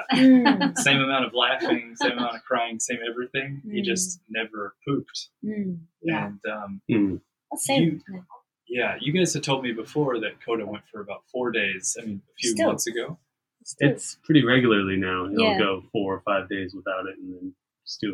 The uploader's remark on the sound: Please forgive any sound issues with this episode. We were al sitting around one mic, which made editing very difficult.